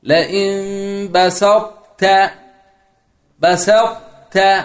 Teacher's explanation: كانك بطاء ساكنه وتنتهي بتاء مفتوحه مرققه